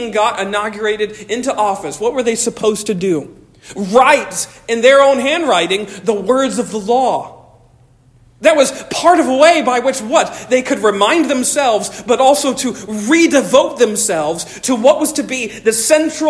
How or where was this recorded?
large echoing room